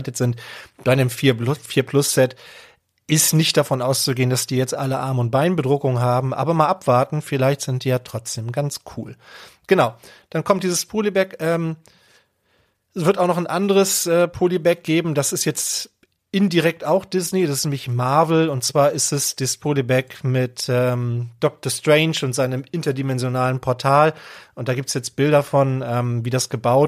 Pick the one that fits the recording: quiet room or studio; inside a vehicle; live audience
quiet room or studio